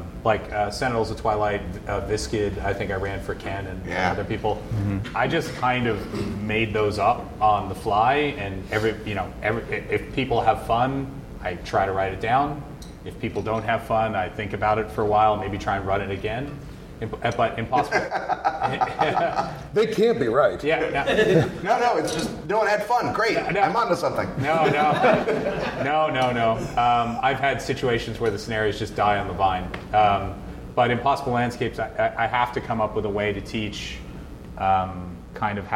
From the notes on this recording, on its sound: Delta Green at Gen Con 2018. Q&A with the audience.